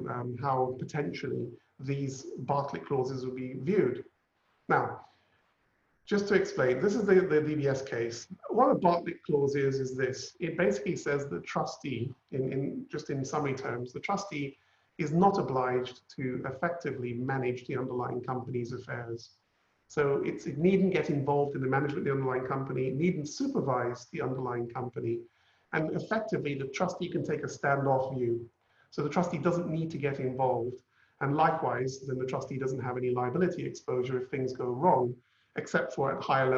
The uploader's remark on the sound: Webinar audio recording.